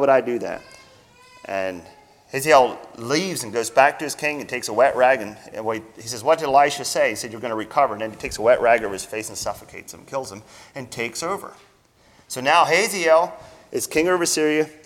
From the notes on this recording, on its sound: Sermon Recorded at Millmont Mennonite Church on 01-07-24.